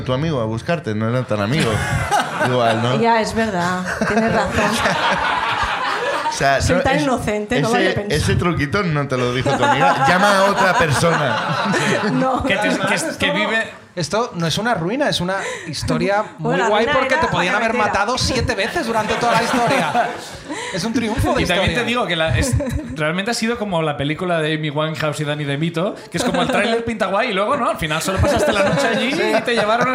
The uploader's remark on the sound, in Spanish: El público sube al escenario de La Llama